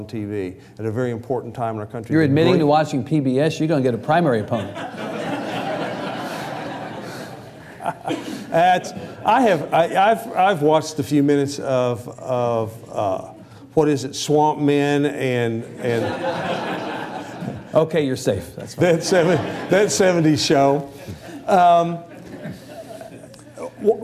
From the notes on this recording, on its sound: It was recorded during a TribLive event at the Austin Club in Austin, Texas.